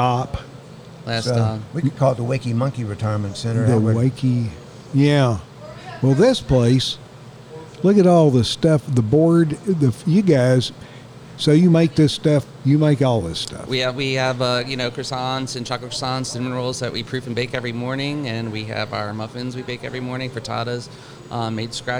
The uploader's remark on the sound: We recorded this episode at a new-to-us place, the Wakey Monkey in downtown Saluda. It’s a quaint coffee and food café that is a hustling and bustling beehive of activity.